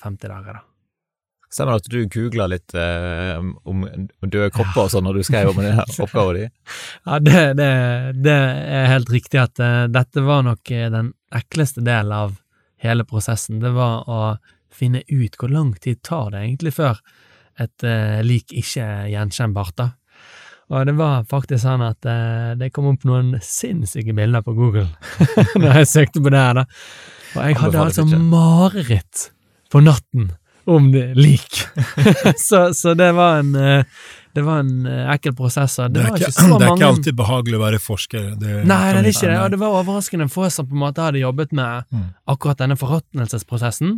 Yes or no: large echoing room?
no